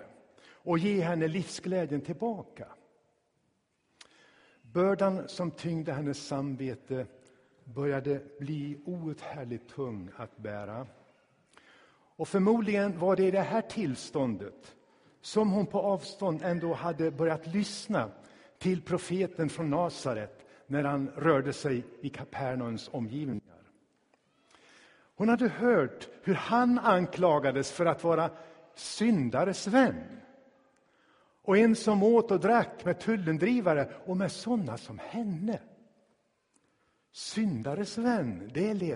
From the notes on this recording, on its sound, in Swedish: Inspelad i Tabernaklet i Göteborg